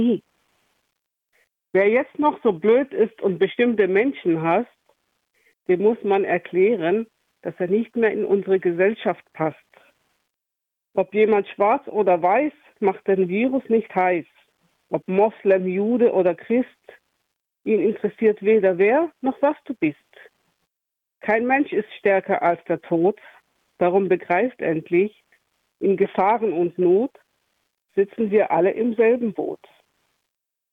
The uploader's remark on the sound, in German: Corona Notsendung. Haben Musiker aus Weingarten aufgezeichnet. Am Telefon gesprochen.